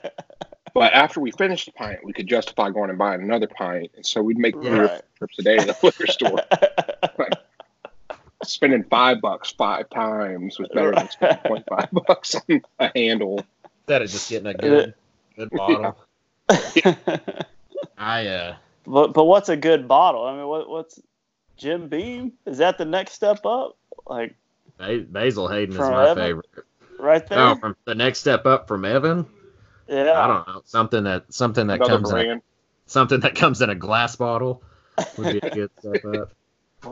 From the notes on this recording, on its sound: We are re-releasing our first ever episode! If it sounds a little rough, well, that's because it was.